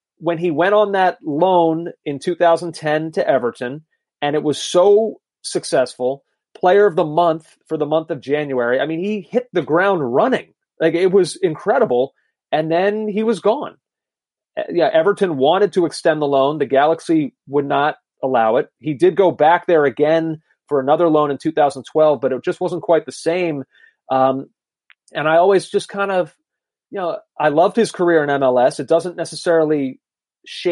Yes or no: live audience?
no